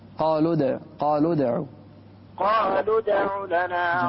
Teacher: الدال الساكنة هنا مقلقلة تكون أقرب إلى الفتح